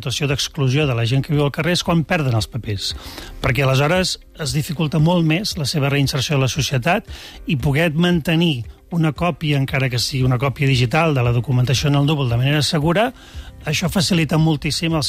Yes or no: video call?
no